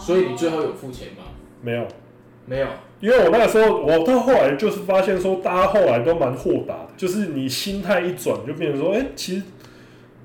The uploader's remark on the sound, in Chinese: 早期節目錄音品質不佳，敬請見諒